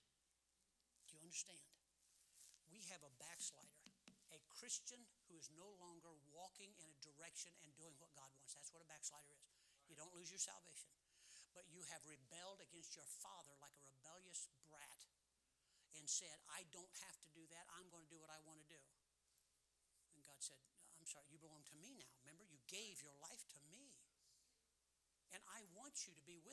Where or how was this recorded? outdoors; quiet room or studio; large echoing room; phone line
large echoing room